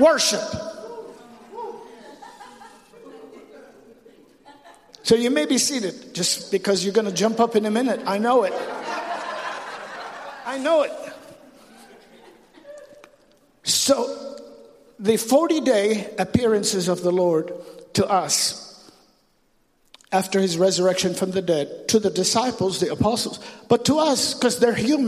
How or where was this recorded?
large echoing room